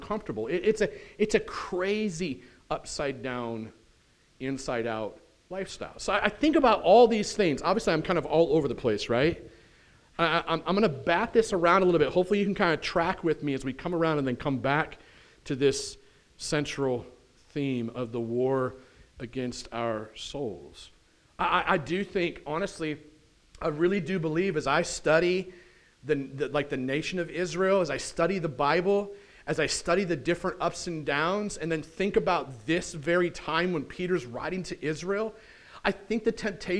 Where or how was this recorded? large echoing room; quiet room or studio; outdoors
large echoing room